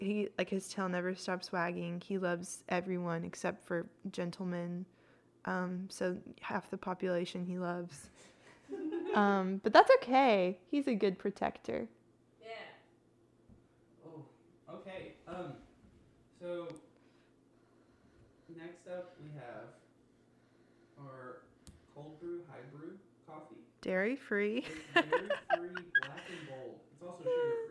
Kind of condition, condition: fault, poor microphone